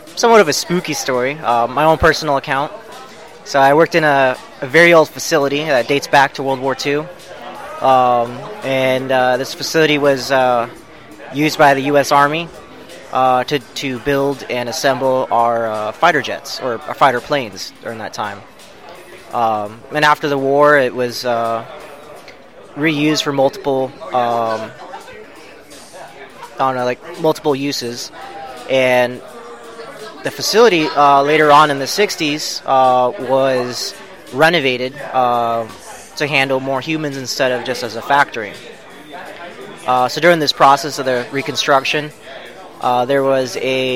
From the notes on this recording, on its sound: Spooky Stories from Phoenix Comic Fest 2018. Thank you Phoenix Comic Fest for letting us record.